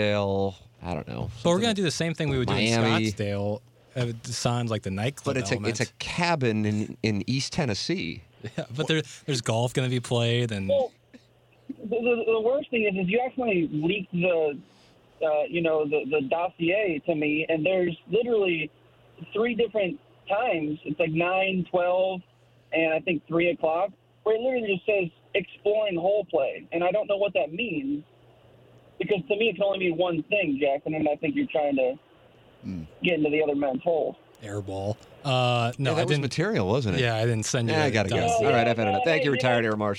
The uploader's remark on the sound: joins the program via the phone lines.